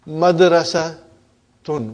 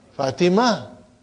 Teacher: You did not pronounce ta marbuta, but you pronounce it as ha. · Shown in: second take